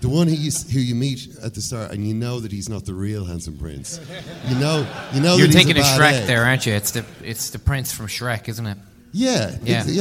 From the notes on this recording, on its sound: LIVE at Liberty Hall Theatre. At the Liberty Hall Theatre in Dublin.